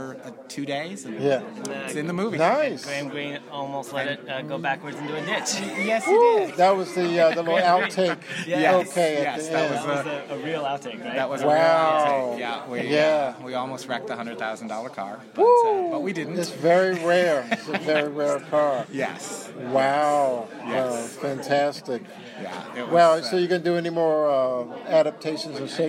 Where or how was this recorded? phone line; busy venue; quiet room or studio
busy venue